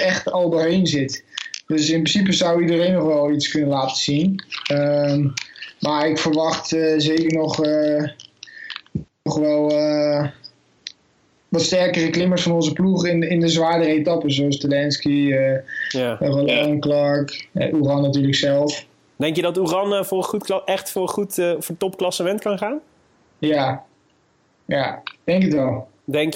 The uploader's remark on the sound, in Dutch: We mochten met ‘m Skypen op z’n eerste rustdag